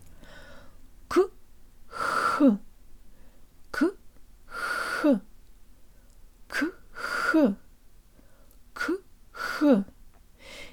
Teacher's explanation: Now follow the k sound, which begins with full obstruction where no air can get through, with a sound where the tongue is almost in the same position, very high, and you can hear the air escaping through a narrow passage in the same place